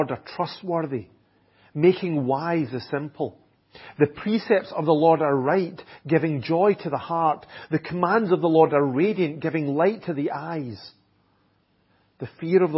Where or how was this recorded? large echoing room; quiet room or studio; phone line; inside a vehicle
large echoing room